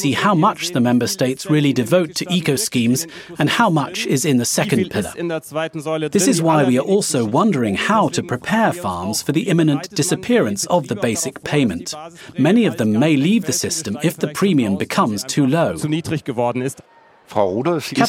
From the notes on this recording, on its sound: snapshots from our Facebook Live broadcast that we made from the event